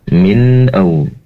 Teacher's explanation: Kemudian wa min auzari, min au, di sini nun sukun bertemu dengan hamzah, dibaca izhar halqi, diperjelas nun sukunnya